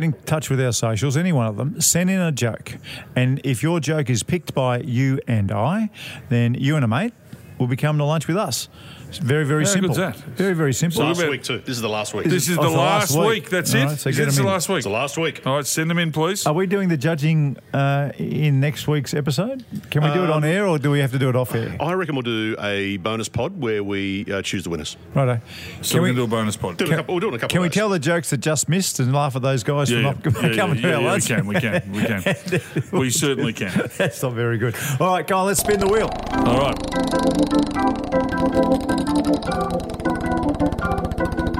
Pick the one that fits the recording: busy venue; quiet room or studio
busy venue